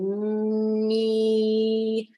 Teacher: if I say me, that's a forward resonance